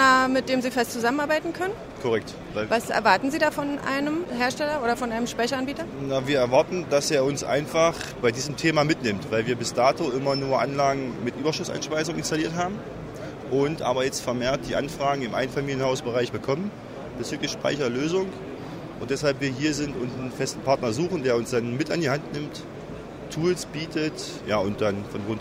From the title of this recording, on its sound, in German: auf der The smarter E in München